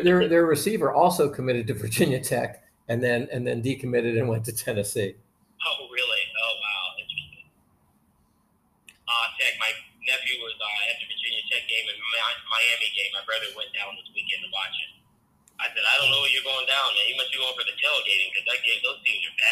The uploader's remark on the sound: We apologize in advance for the bad sound- working on technical issues.